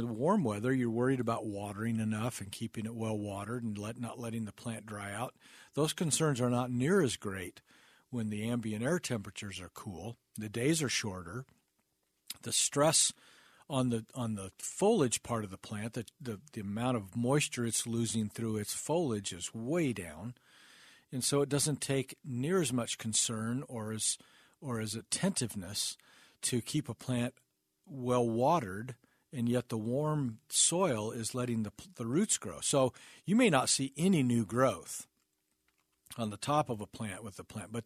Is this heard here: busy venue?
no